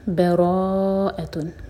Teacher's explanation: با لائٹ، را ہیوی، اور را چار حرف کا لمبا ہوگا، یہ ہے مد متصل